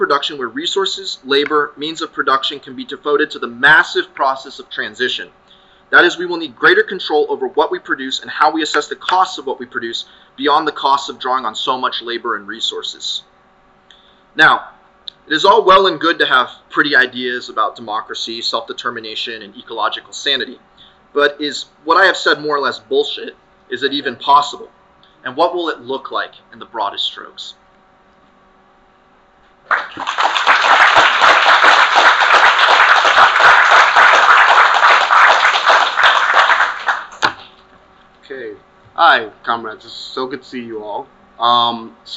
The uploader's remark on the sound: session recorded at Socialism 2022